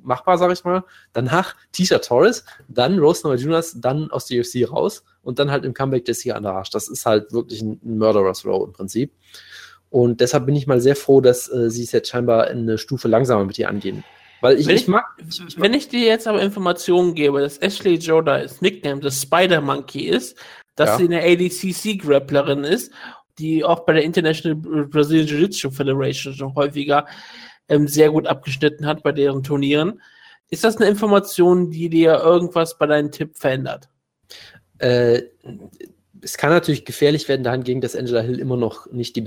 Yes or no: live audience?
no